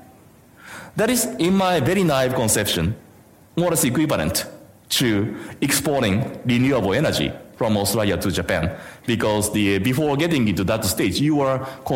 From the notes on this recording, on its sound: IFE Grand Challenge Lecture - recorded on on 23 August 2019 at QUT Gardens Point